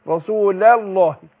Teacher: لام رسولة هنا مرققة. وبعدها لام لفظ الجلالة مفخمة